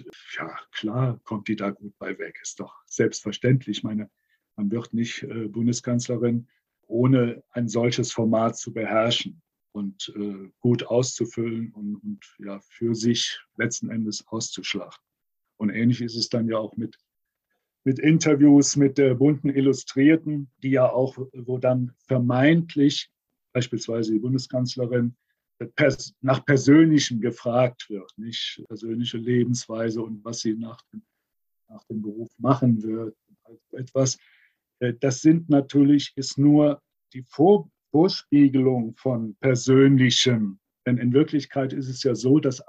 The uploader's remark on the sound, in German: September 2021 online aufgenommen.